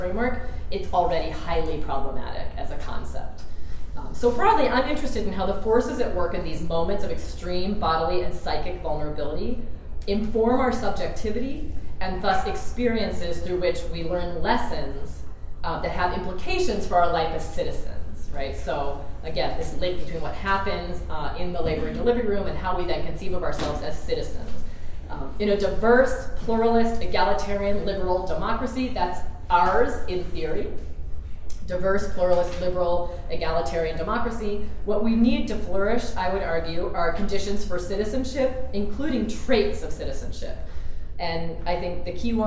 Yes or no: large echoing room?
yes